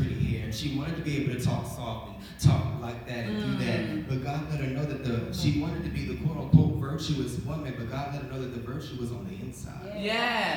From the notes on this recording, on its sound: Recent workshop I hosted at my church's singles conference.